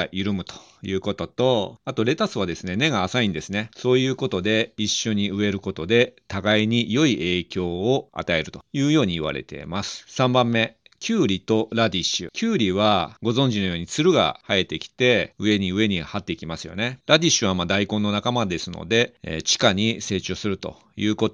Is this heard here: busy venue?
no